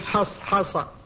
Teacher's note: والحاء والصاد كلتاهما مهموستان تصفتان بالهمس، وهما متواليتان هنا، وبالأخص تكررتا، تكررت الحاء وتكررت الصاد، فيصعب النطق بها معها